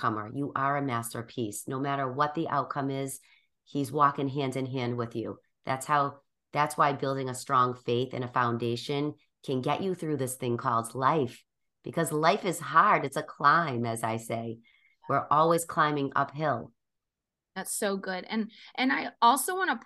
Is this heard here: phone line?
no